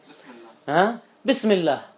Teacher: ما جعلت فاصلة بين الكلمتين، الهمزة لم تقطع بين الكلمتين، بل هي تخلت عن كيانها وسقطت خدمة للكلمتين حتى يتلفظ بهما ككلمة واحدة · مع وجود همزة الوصل بالكلمة أنت عم تتلفظ بالكلمتين ككلمة واحدة